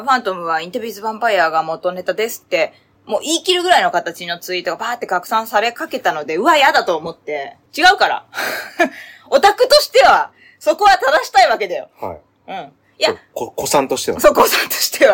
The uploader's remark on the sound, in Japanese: 試しに「ラウドネス（音圧）を自動的にノーマライズする」にチェック入れてみました。機材・設定： iPhone13「ステレオマイク」アプリ／iPhone マイク-前面（Cardioid）／ファイル形式 PCM44.1kHz 32bit Float。